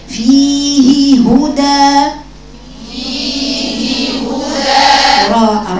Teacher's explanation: ببين الهاء، ببين مخرجها، لأن الهاء حرف ضعيف · Term: الإظهار